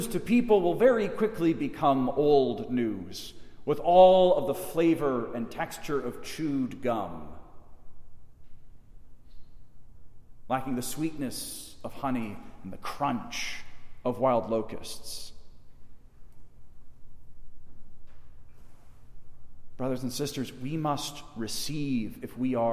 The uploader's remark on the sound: Delivered in the Chapel of St. John Paul II at Mundelein Seminary in Mundelein, IL.